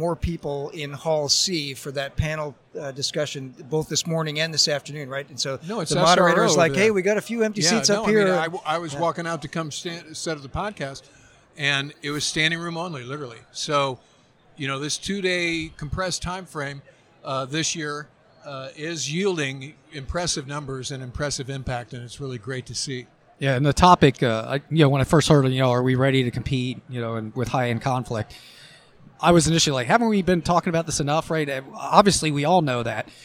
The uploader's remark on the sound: Review the action live from #WEST2020 in San Diego.